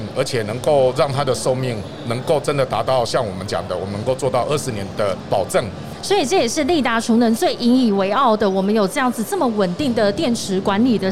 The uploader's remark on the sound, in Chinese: 2021 Energy Taiwan智慧能源週-Live Podcast